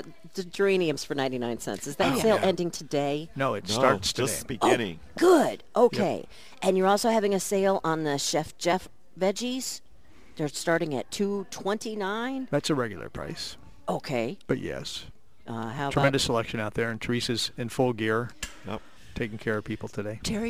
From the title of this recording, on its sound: Live at Prairie Gardens